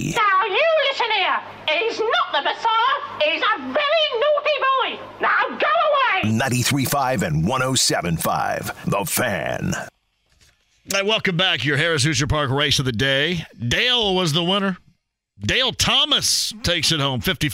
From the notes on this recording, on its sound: He also answers some questions from listeners online. Some more phone calls from listeners.